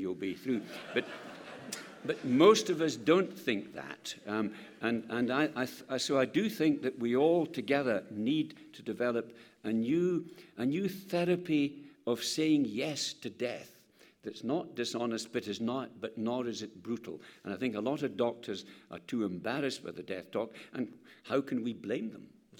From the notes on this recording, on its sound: Questions from the Medicine Unboxed 2012 audience.